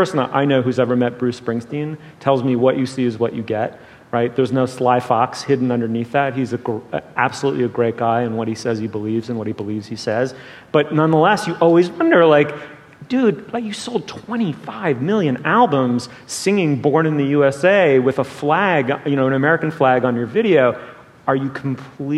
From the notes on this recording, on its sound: The Slate Culture Gabfest Live in Los Angeles.